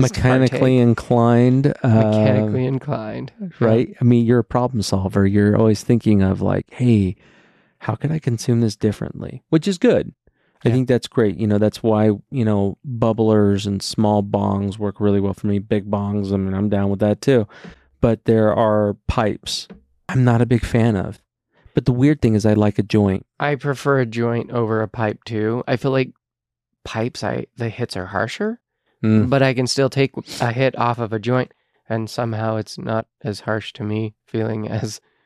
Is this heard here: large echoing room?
no